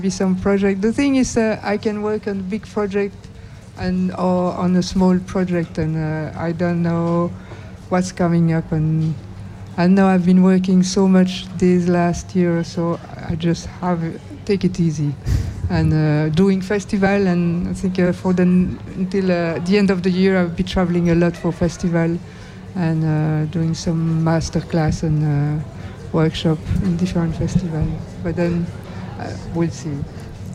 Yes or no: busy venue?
yes